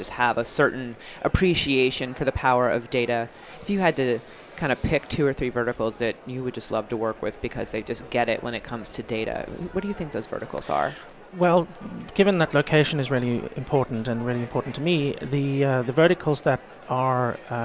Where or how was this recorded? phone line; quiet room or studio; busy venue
busy venue